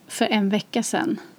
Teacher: Sedan is shortened to just sen.